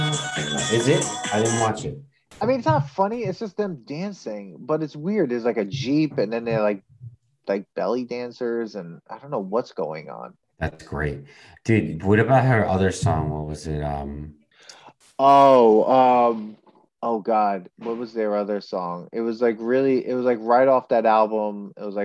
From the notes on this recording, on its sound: The Nostalgia Test Podcast IG Live. On Zoom so there are some small sound discrepancies.